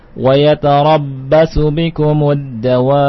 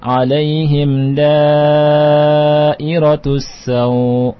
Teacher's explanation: Ini mat wajib mutasil panjangnya 4 sampai 5 harakat